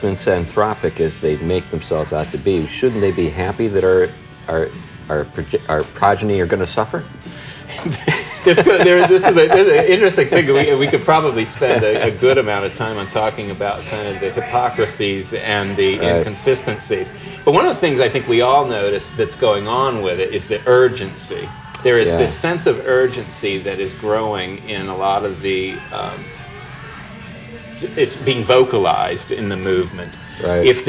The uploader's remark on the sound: The show is a bit noisy and a little choppy because it was recorded in the main part of the pub (we were exiled from the backroom by paying customers!).